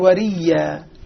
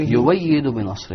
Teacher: يبدل الهمزة ياء ويدغمها بالياء التي بعدها فتصير وريا.